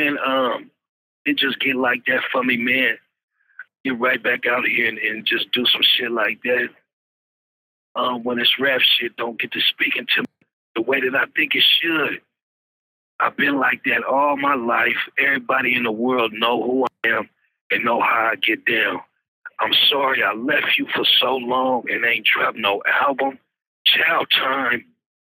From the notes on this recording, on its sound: Exclusive interview via phone from jail.